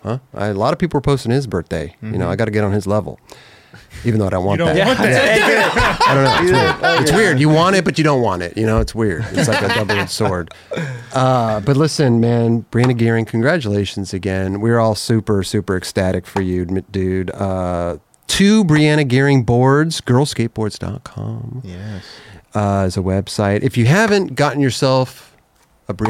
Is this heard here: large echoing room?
no